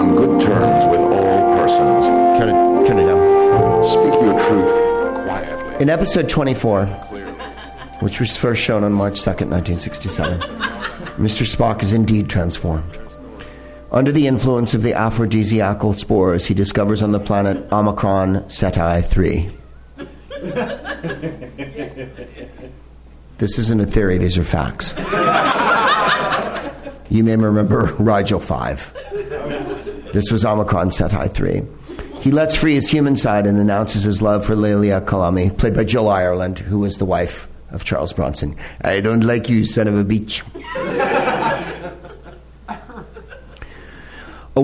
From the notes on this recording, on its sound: Live from the NerdMelt Showroom in Los Angeles